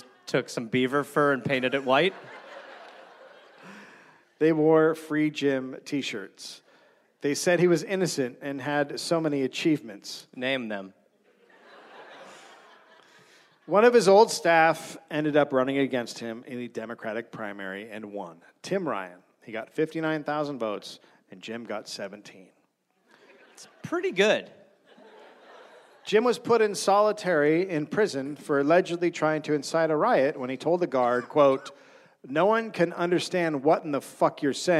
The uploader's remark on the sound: Recorded live in Columbus.